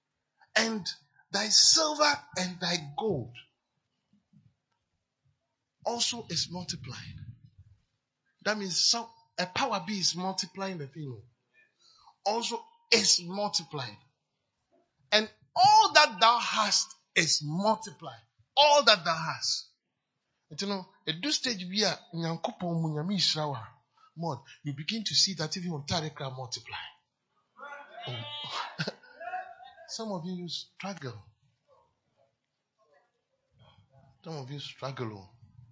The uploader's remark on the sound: PREACHED ON SUNDAY 5TH MARCH, 2023 DURING INTERNATIONAL AND MISSIONS SUNDAY SERVICE AT CAPTAIN OF SALVATION CATHEDRAL